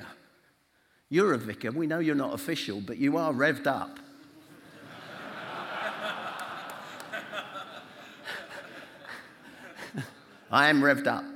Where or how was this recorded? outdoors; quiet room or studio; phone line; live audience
live audience